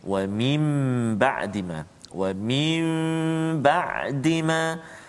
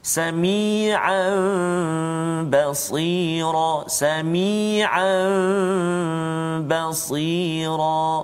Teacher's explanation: maka hendaklah diiqlabkan yakni ditukarkan kepada mim